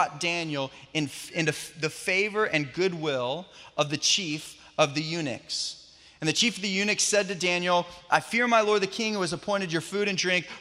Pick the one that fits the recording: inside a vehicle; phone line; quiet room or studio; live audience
live audience